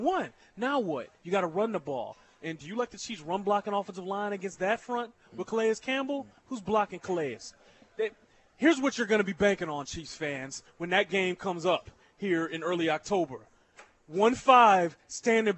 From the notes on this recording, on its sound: LIVE from Nick and Jake's in Overland Park